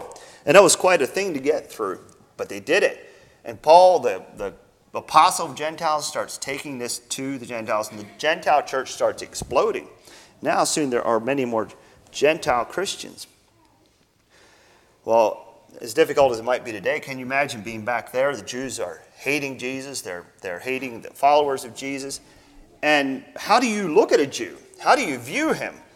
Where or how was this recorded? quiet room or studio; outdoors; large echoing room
large echoing room